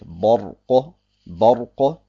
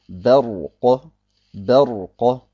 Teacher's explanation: man achte dabei, darauf, dass das Ba nicht dunkel ausgesprochen wird aufgrund der Dunkelheit des Ra. · Shown in: second take